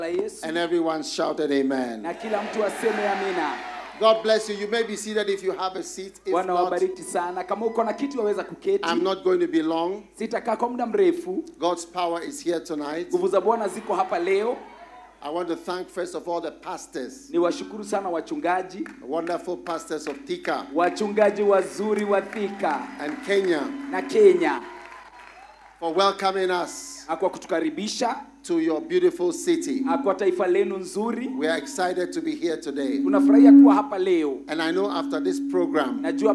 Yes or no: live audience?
yes